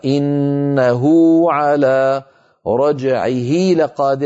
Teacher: تمد الصلة الصغرى بمقدار حركتين وتلحق بالمد الطبيعي كما نرى أمامنا، نحو إنه على، تقرأ هكذا إنه على رجعه لقادر، تقرأ هكذا رجعه لقادر، هذه الواوات الواو والياء الحمراء اللون تمد بمقدار حركتين.